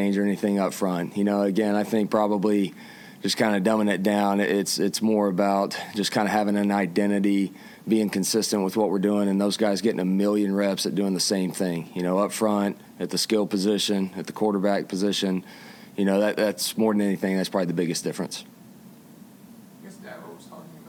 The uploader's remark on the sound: The full, uncut audio from recent press-conference interviews